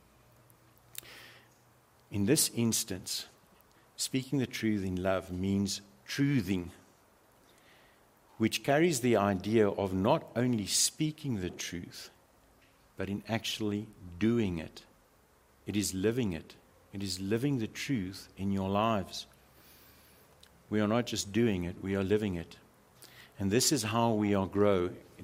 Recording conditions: large echoing room